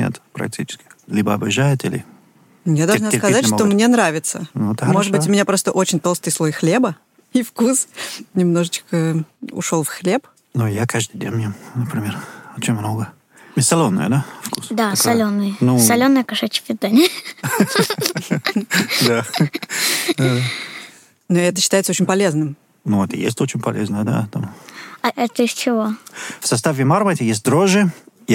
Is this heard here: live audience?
no